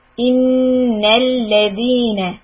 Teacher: when you see noon, shadda, stop for two counts. Say in and do the humming. إِنَّ الَّذِينَ And make the fatha soft, like lam fatha should be la and noon fatha na.